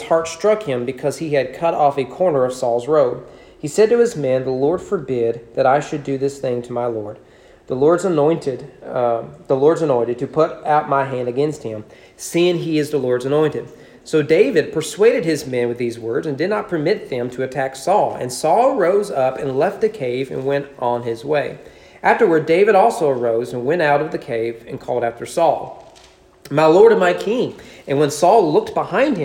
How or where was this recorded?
large echoing room